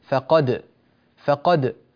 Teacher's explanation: تعالوا إلى الآية الأولى، نعود إلى الآية الأولى في قوله تعالى فقد ظلم نفسه، فقد ظلم نفسه، هنا الدال تدغم في الظاء فقض، ولا يعود للدال بقية ما دمنا في حالة الوصل، أما إذا وقفنا فنقول فقد فقد وتظهر الدال